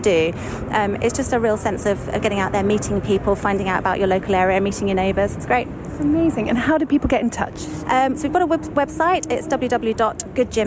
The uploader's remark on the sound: reporting for Riverside Radio from the Battersea Community Festival